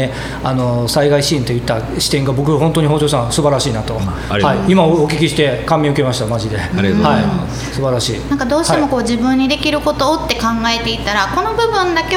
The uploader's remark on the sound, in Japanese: 阿南市にある観光農園サニーズファームがスタジオに。プレオープン中の直売所で収録をさせていただきました！